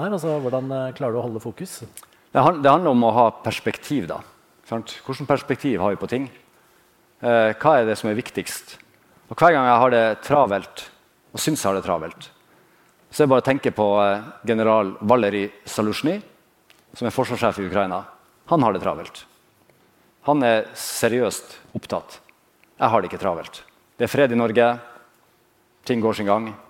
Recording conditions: live audience